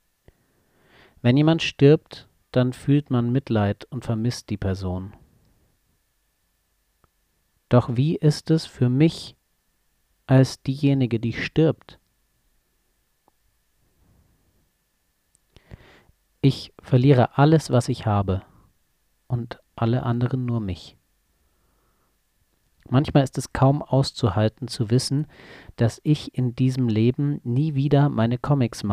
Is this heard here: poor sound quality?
no